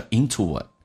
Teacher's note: 元音跟元音之间的连音不是加我就是加也，那这边加个我叫 intoit